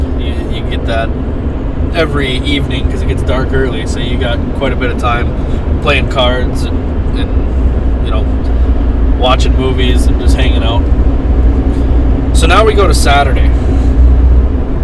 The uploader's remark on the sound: In the truck on the adventure across North Dakota.